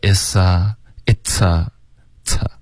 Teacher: it's 的这个 t 一定要爆破 OK 刚刚发的太弱了